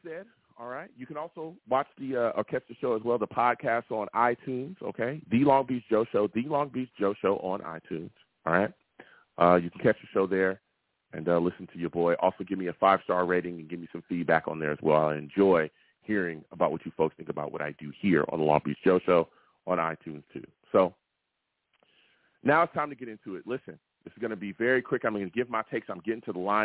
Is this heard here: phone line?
yes